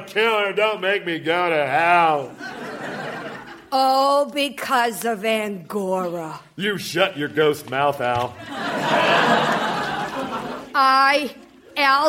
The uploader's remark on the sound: Recorded Live 1/10/2014 at Largo, Los Angeles.